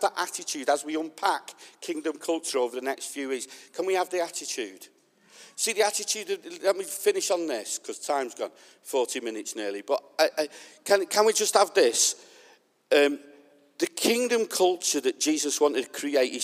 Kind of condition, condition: setting, large echoing room